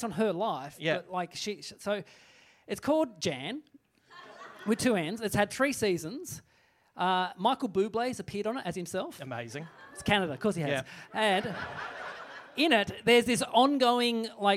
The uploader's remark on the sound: The very first live 100% Hits Vol Pod recorded at The Basement Comedy Club at the European Bier Café